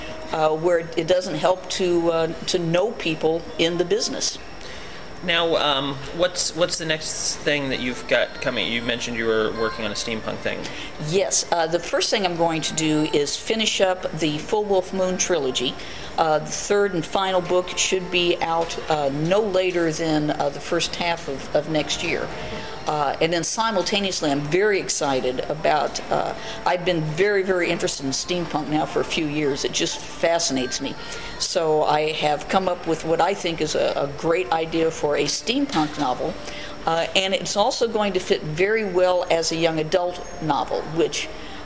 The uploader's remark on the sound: Necronomicon 2012 was winding down. You can hear some background sounds from people in the hotel lobby coming and going, but we persevered.